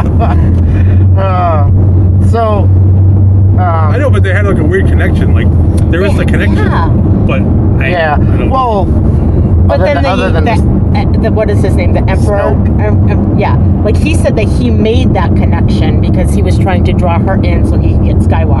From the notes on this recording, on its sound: On the ride home, the trio recorded their post movie conversation.